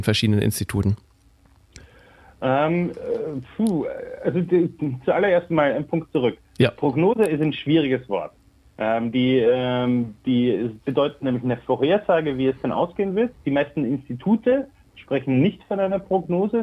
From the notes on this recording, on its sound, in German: Telefoninterview